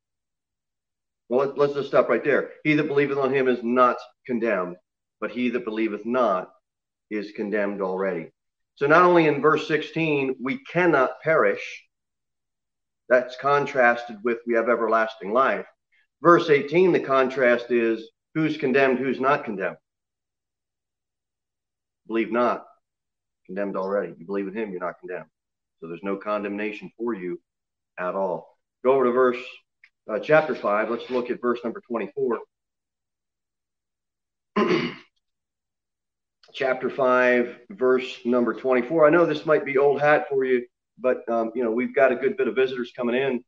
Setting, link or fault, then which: setting, large echoing room